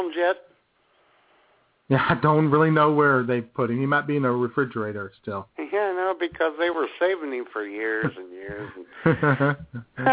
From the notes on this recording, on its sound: All that plus your phone calls.